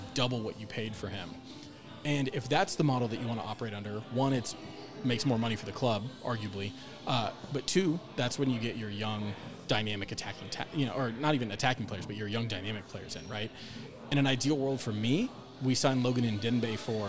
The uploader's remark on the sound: We recorded this show at Strange Days! This episode is done, in its truest form, with beers in our hands.